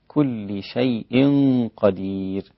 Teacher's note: الكاف بس رقيقة مع الضمة، إن الضمة لا تجعل الكاف مفخمة